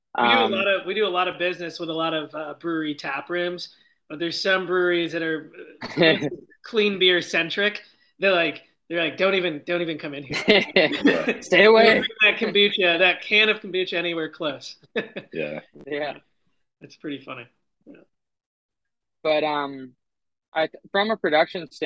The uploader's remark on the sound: join me via Zoom